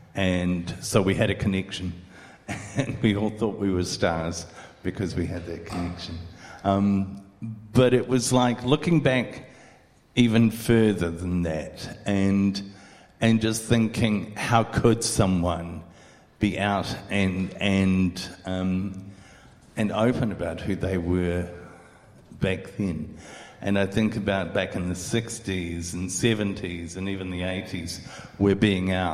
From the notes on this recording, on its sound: live at Venue 409